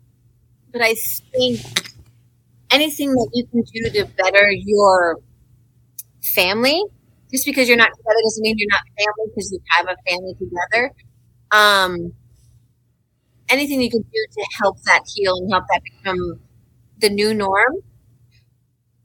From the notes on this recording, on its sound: Pardon the dust and technical difficulties. The audio is not the best out of Columbia, MO.